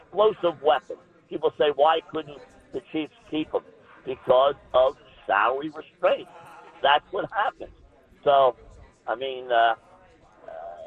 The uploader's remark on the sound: from media day at the 124th Army-Navy Game in Boston